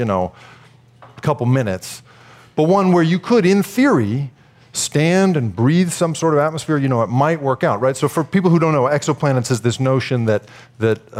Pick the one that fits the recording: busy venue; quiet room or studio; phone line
busy venue